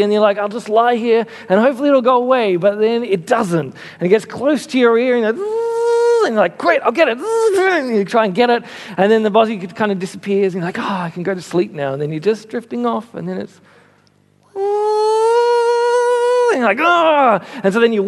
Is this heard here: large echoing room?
yes